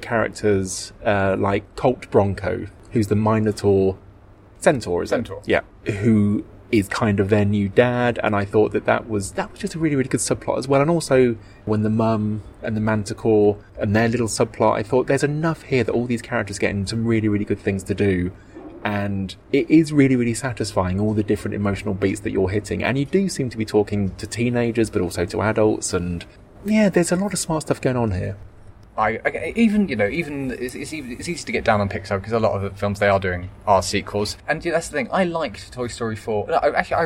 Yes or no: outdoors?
yes